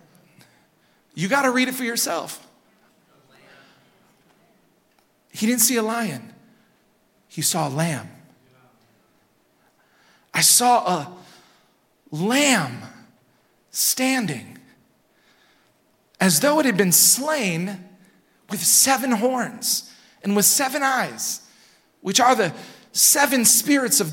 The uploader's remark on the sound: Recorded at Hope Church in Springfield, MO.